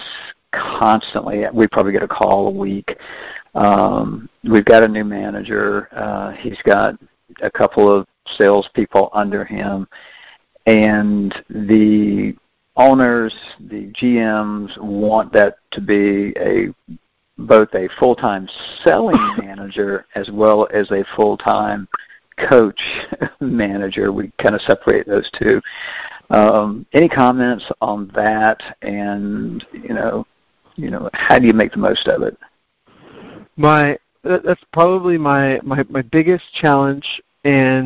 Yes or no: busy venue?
no